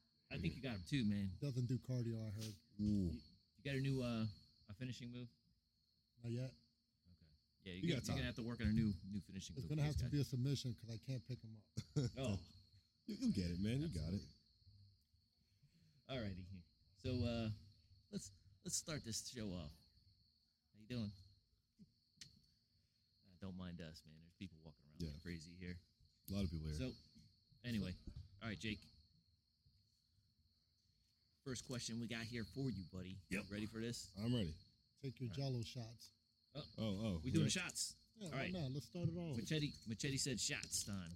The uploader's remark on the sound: We did something different with this episode and doing a show outside.